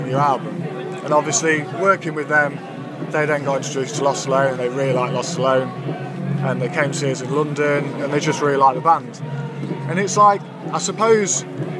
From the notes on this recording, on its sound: Live from 2000 Trees 2023